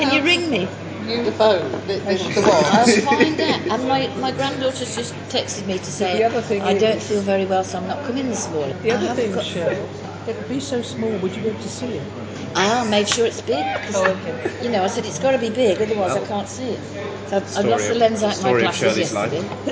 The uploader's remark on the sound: Record our daily breakfast conversation at Xcel Leisure Centre.